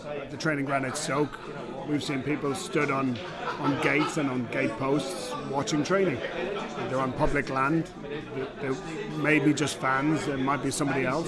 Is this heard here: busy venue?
yes